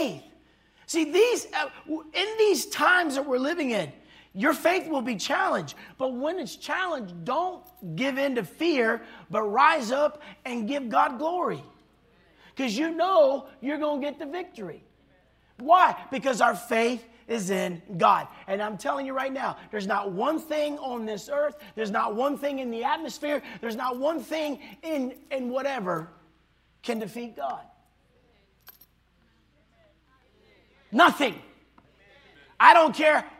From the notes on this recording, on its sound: this was recorded on Saturday at Abundant Living Ministries